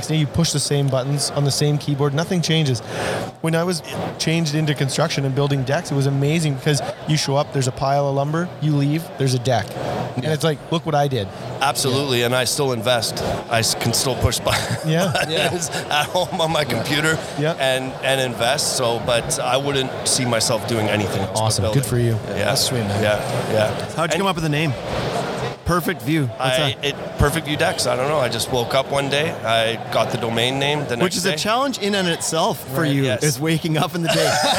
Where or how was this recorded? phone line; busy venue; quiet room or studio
busy venue